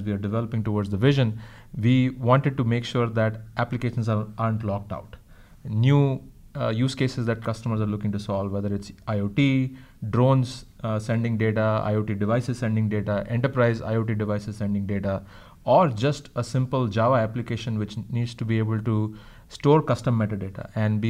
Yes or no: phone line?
no